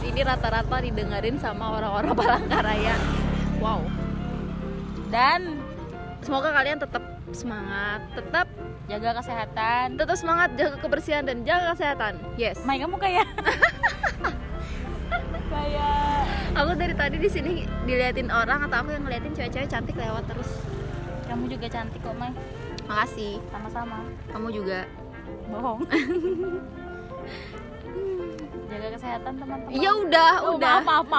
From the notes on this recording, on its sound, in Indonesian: Podcast ini direkam di pinggir jalan Lamtoro sambil nunggu waktu buka puasa.